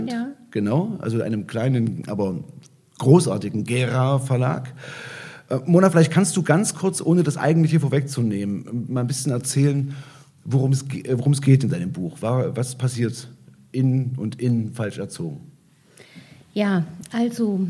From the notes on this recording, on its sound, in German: Mitschnitt einer Veranstaltung. In der LiteraturEtage der Literarischen Gesellschaft Thüringen in Weimar.